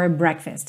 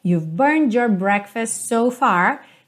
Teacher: Quando você junta com your, acontece também de que esse som vai ficar muito parecido com um J, tá? Então, burned your breakfast.